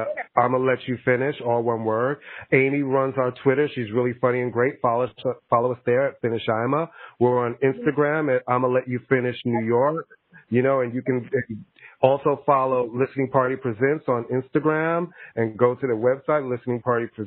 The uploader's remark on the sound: recorded via phone